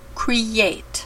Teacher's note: Emphasize the Y part of the long E to make it sound like create.